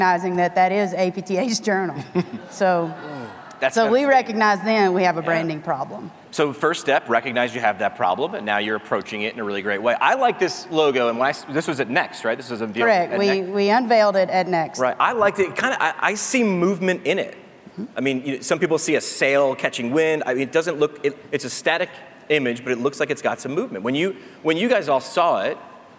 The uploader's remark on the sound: Tri-State PT Conference Keynote LIVE in Las Vegas. As I warm the crowd up, it was 8am on a Saturday in Vegas...